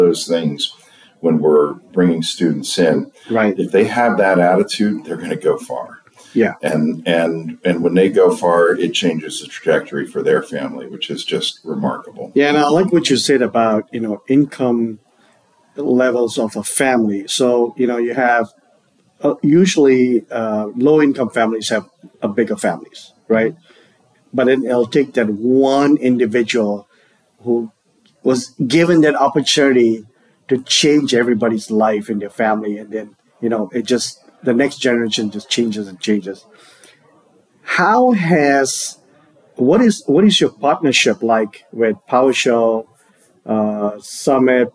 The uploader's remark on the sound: live at the PowerShell + DevOps Global Summit in Bellevue, WA